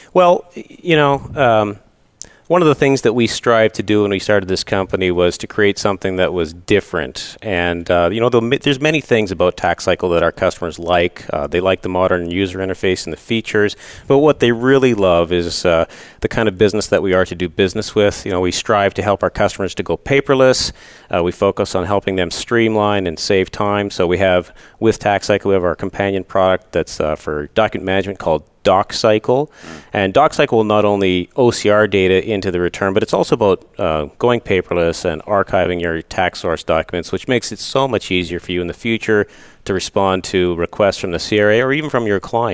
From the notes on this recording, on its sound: Live Broadcast at the The IPBC IGNITE Conference.